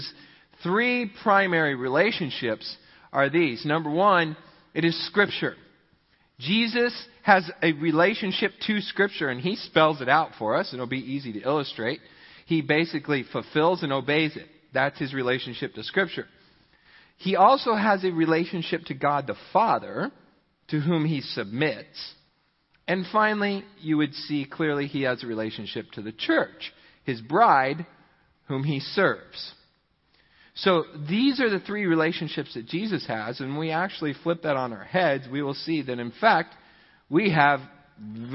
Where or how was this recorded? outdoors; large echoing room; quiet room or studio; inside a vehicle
large echoing room